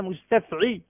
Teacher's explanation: أنا أنطقها لك هكذا لتجعل فاصلا بين العين واللام، أي كأنك تقف، كأنك تنهي الكلمة في مستفعي وتبدأ كلمة أخرى بلن